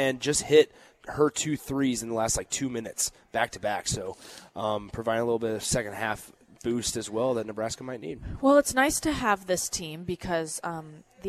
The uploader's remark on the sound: Live from the Upside Bar and Lounge